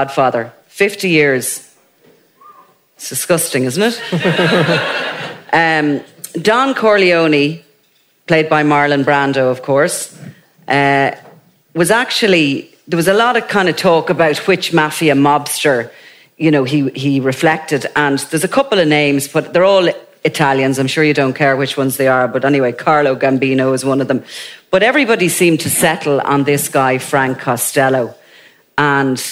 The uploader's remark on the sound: Crime World Live. Before a live audience.